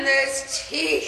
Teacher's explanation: the syllables get drawn out, like the way you say eyes, blame, even teeth in this clip